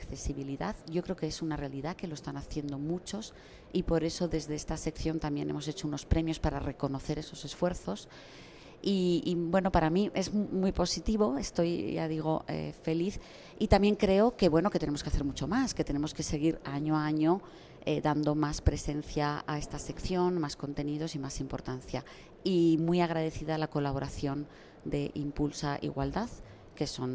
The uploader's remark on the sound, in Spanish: En directo desde el Pabellón 9 de IFEMA. En el marco de la 44ª edición de la Feria Internacional de Turismo que se celebra esta semana en Madrid.